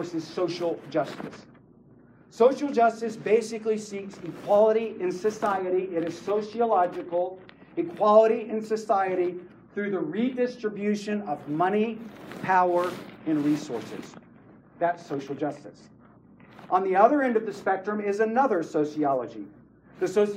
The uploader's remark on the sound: This session is from the Spiritual Leadership Conference in Lancaster CA.